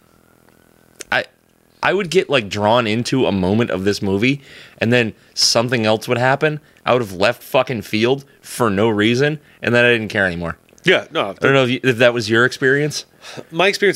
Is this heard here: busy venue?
no